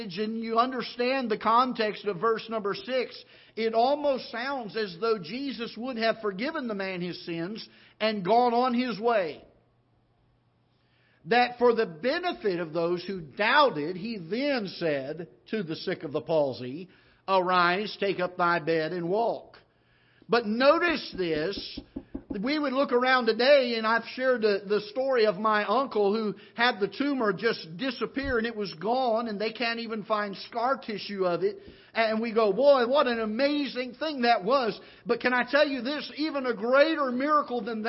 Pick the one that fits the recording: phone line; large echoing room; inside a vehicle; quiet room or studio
large echoing room